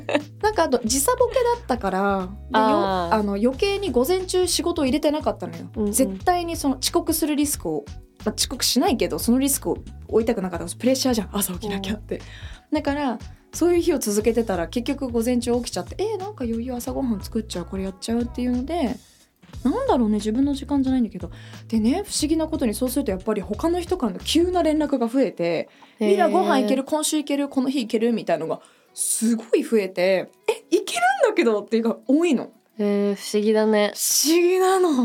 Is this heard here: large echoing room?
no